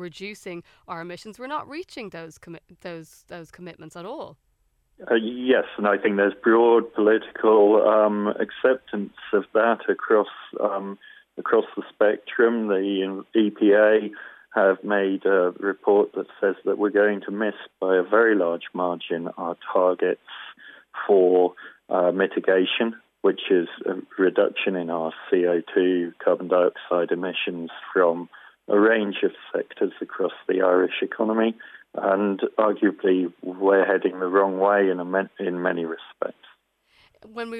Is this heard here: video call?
no